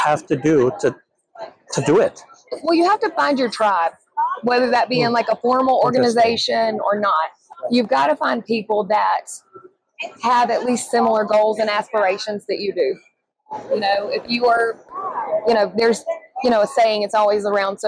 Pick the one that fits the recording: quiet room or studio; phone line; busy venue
busy venue